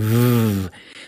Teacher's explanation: legen wir die oberen Schneidezähne auf die untere Lippe und haben dann dazu noch ein paar Stimmbänder, die da vibrieren und sagen W.